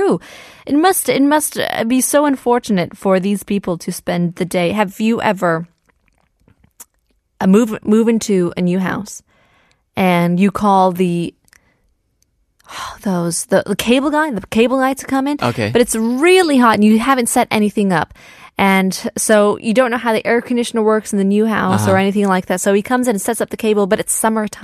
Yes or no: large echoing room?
no